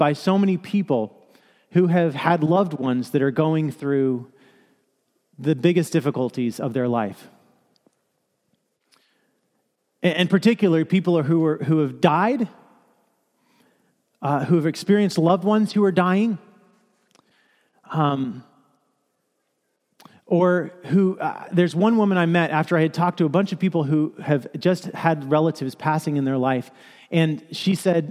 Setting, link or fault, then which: setting, large echoing room